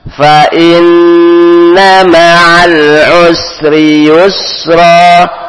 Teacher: Di sini naam ada nun bertasdid, maka tidak ditekan. Semua yang bertasdid ditekan kecuali nun dan mim. Maka di sini hanya ditahan dua harokat dengan berdengung. Fa in didengungkan dua harokat.